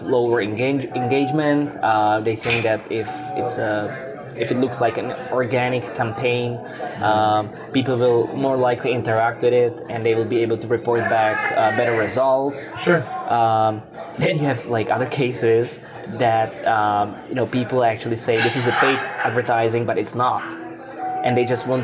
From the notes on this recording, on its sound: recorded the interview in Ichiran Ramen in Brooklyn